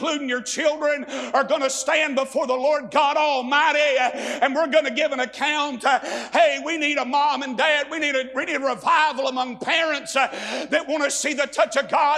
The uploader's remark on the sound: A sermon preached Monday Morning during our Spring Jubilee